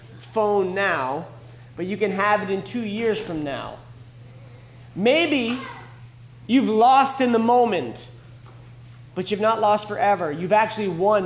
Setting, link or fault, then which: setting, live audience